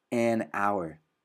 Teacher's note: hour, anche se c'è l'h, non si sente l'h in questo caso. Spesso in inglese si sente l'H, in questo caso no.